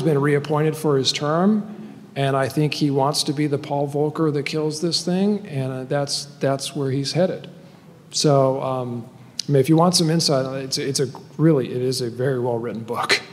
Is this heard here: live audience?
yes